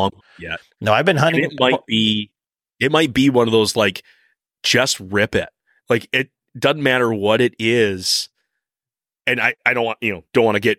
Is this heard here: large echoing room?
no